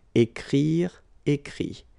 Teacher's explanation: phonetically it's I as well because you don't pronounce the final T